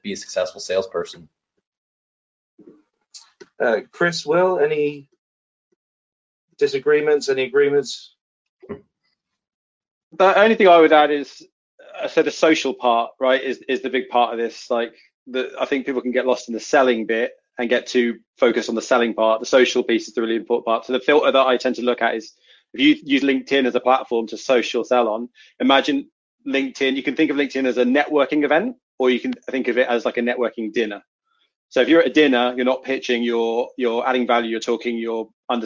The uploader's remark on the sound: This episode is the audio from a previous webinar